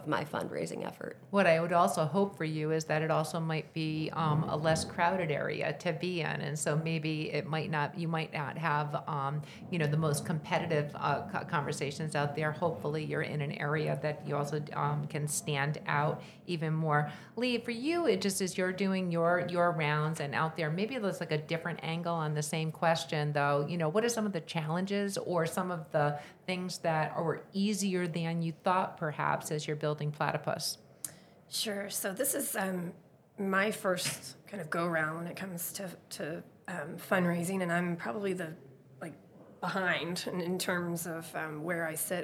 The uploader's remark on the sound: At the Vive 2023 conference I had the opportunity to speak with three CEOs and Founders